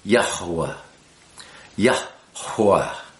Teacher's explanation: Hey is a breath, ha, yah, and then wa, hey, wah, yah, hua, and you'll hear me pronouncing that hey in the center with a little more emphasis, Yahuwah, Yahuwah.